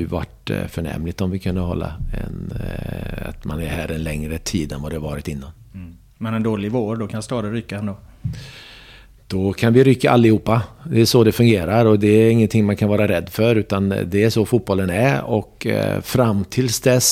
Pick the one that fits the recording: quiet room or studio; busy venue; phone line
quiet room or studio